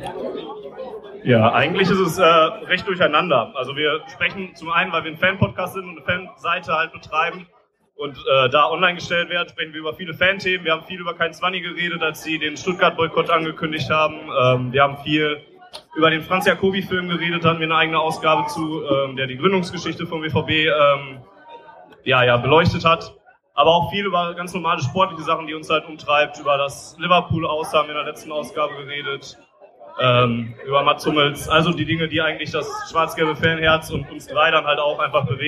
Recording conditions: poor sound quality